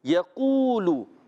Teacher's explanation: قاف واو پیش کو، یا پر زبر ہے یہ نہیں کھینچنا، قاف واو پیش کو کھینچیں گے، لام پر پیش ہے یہ بھی نہیں کھینچیں گے، یعنی پہلے والا یا اور لام یہ دونوں نہیں کھینچیں